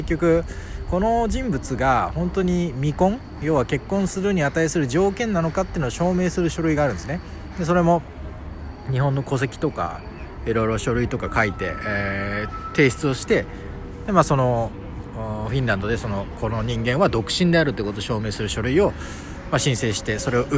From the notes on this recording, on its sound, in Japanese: 海外ロケ フィンランド・ヘルシンキ大聖堂の前で収録してみた。フィンランドの首都ヘルシンキに来ましたのでついでにヘルシンキの大聖堂前で録音してみました。